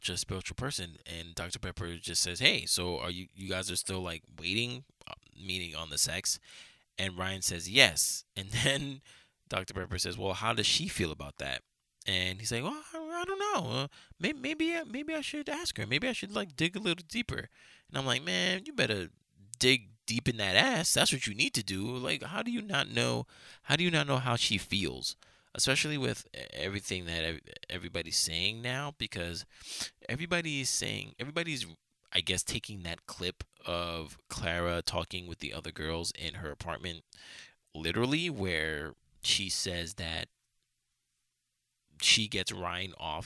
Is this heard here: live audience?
no